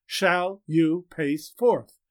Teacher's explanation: the stride of those four equally stressed syllables, two spondees, reinforcing the meaning of the word pace